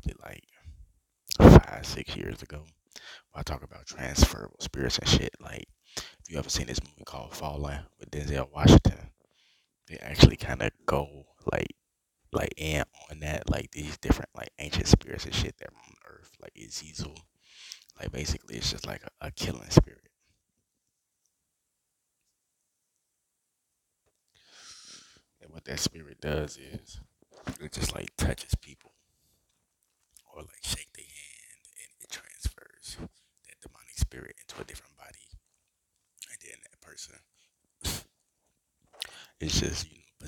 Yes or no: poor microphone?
yes